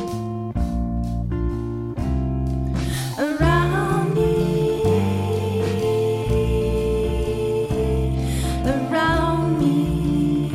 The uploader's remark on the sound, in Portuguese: Chasing Rabbits Record Store. Gravado ao vivo na “nossa” Chasing Rabbits.